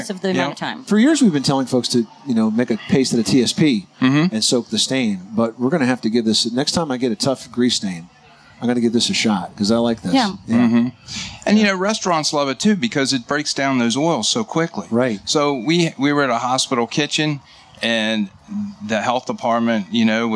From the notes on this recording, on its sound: Live from the 2018 National Hardware Show